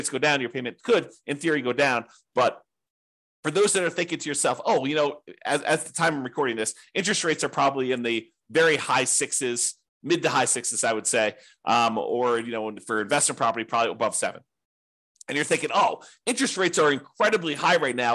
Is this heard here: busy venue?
no